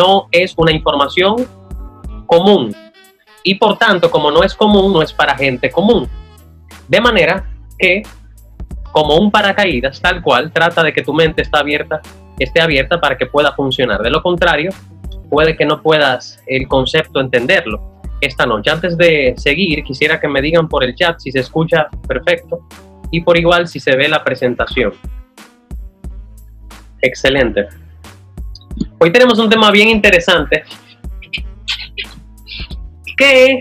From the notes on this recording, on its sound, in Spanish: Aquí te dejo una compilación de algunas partes de la conferencia online. Que di vía zoom al equipo de DOers y sus invitados.